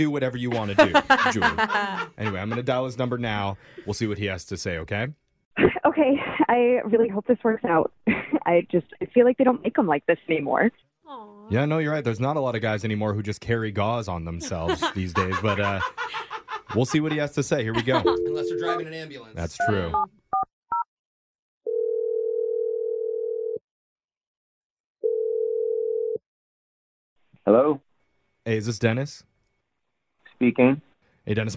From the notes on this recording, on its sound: The woman on the phone today